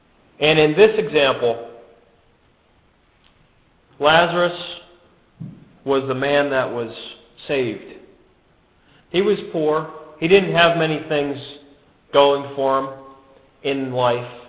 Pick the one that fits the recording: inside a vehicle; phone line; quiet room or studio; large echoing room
large echoing room